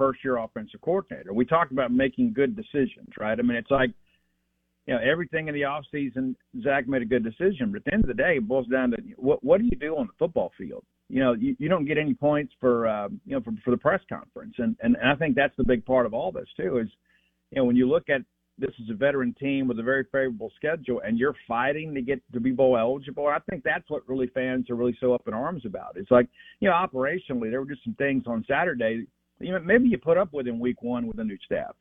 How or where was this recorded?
phone line